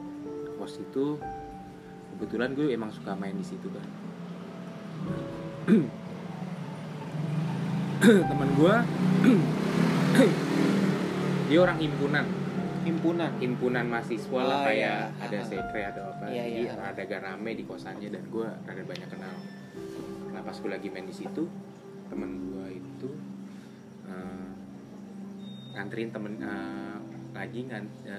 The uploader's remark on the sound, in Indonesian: Kita recording situasi ramai karena kami selalu terganggu ketika record tengah malam.